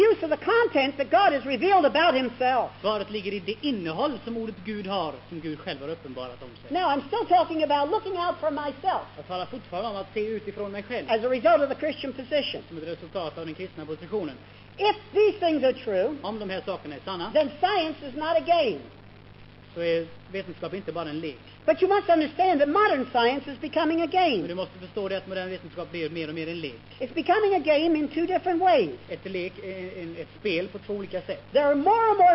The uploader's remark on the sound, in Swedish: Inspelad i Akademiska f&#246;reningen i Lund 1973.